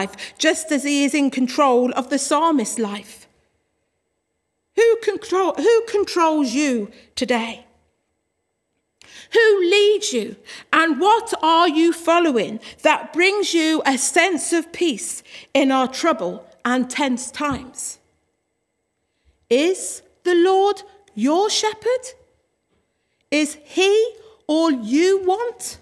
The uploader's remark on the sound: Worship from Morley Salvation Army, originally broadcast live in April 2021